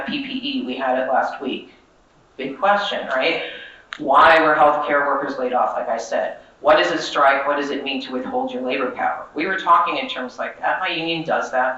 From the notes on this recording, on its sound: session recorded at Socialism 2022